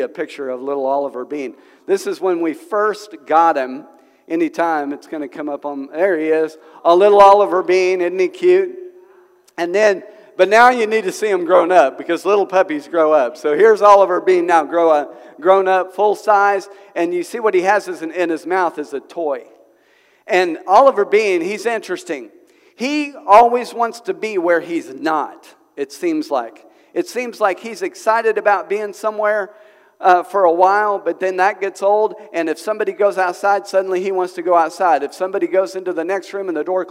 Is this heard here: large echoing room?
yes